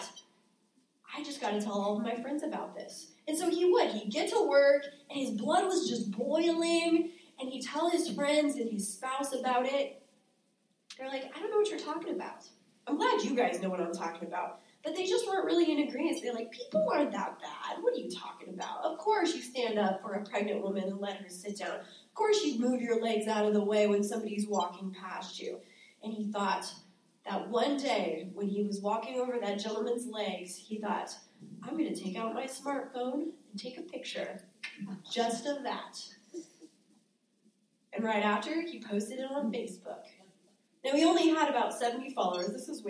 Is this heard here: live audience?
yes